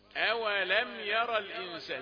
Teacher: هاتك الحرفين ما سمعناش إلا الواو، عاوزين الهمزة